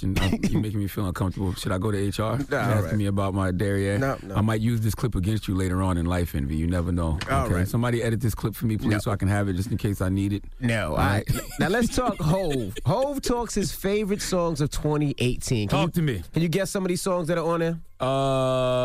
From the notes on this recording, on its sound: we had to open up the phone lines